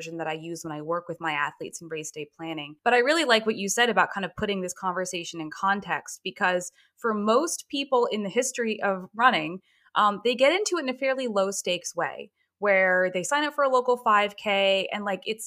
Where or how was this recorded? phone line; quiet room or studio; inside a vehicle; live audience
quiet room or studio